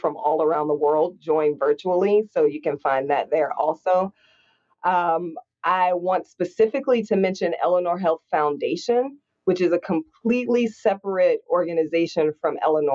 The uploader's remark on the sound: Live from the Rock Health Virtual Summit